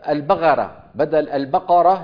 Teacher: منا من يخلط القاف بالغين فيقول مثلا البغرة بدل البقرة